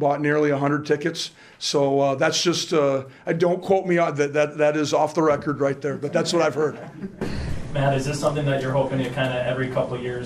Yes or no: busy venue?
yes